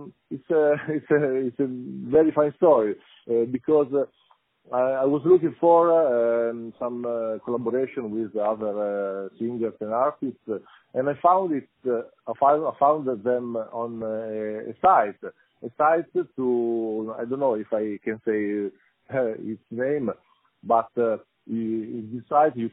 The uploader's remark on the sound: Interview Musixin - On the phone.